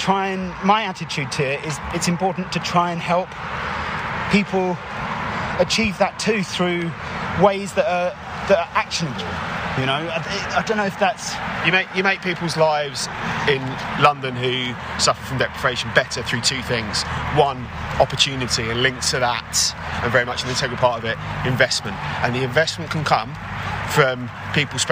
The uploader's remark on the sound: Live action from the Palace For Life Foundation Marathon March 2023